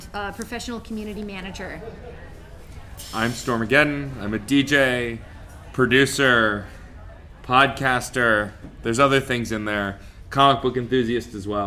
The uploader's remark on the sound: Instead of an interview, this is the live recording of a panel. At Dark Side Of The Con 3 presented by VampireFreaks.